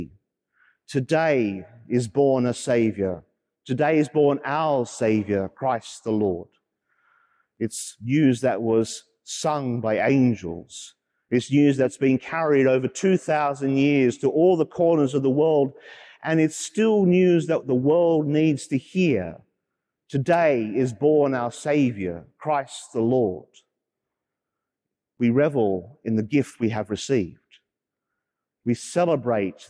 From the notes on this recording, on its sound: as preached during the live-streamed Midnight Mass from Sacred Heart Cathedral, Hamilton